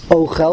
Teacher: Mila'el means the accent is on the beginning of the word, not on the end of the word, so it's Ochel, the first syllable.